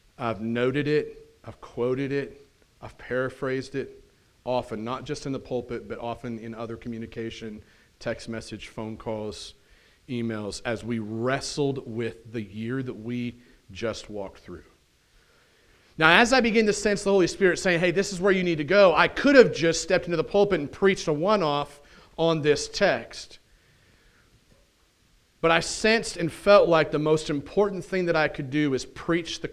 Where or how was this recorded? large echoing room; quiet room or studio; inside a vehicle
large echoing room